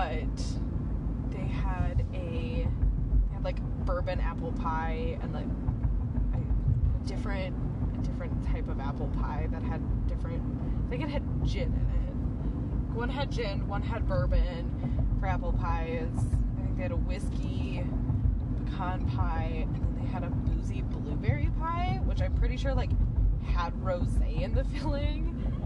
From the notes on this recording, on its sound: Car cast. While in the car going to get ice cream and french fries.